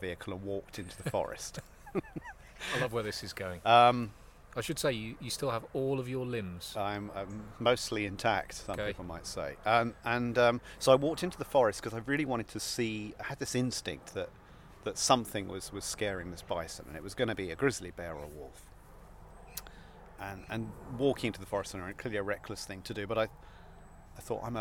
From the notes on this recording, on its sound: Recorded in Cambridge at Mill Road Cemetery and the 12th century Leper Chapel of St Mary Magdalene.